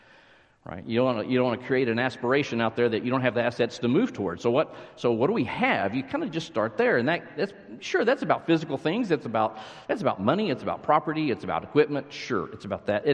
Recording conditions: large echoing room